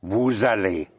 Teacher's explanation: Right, V-O-U-S. The S, the silent S, can be pushed into the following word if the following word starts with a vowel. And you have, and it takes on the sound of a Z